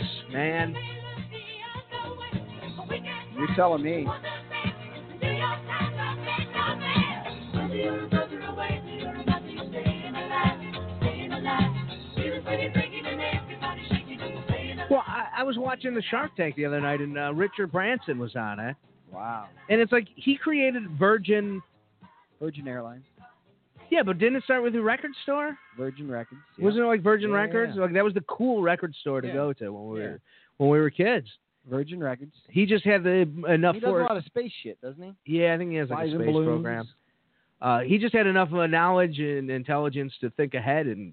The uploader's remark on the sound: We are live once again in the Sports Attic. Due to a bum foot, and a missing mic the show has been delayed until today.